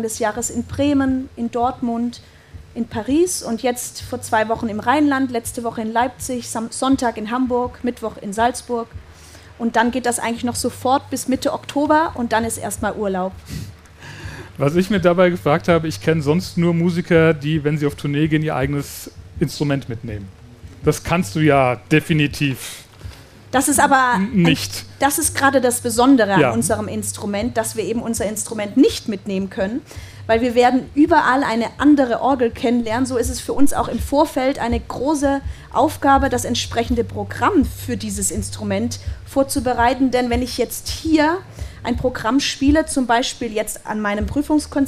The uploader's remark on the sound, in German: Live auf dem Norden Festival. Auf dem Norden Festival in Schleswig haben wir live vor Publikum.